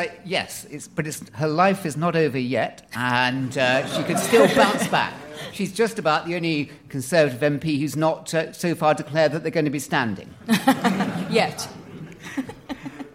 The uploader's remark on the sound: political debate from the Student Union at Aston University